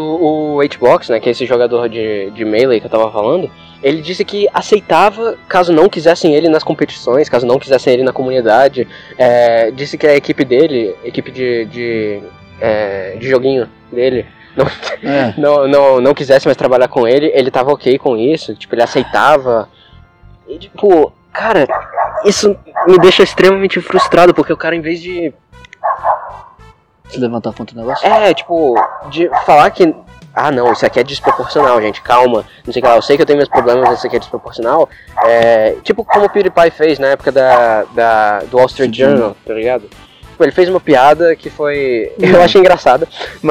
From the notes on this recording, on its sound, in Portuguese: O áudio não ficou tão bom porque foi gravado ao ar livre